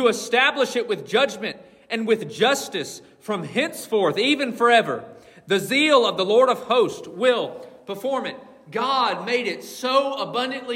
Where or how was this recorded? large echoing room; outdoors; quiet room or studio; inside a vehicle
large echoing room